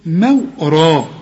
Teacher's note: يعني الميم والواو مرققين وبعدين الراء مفخمة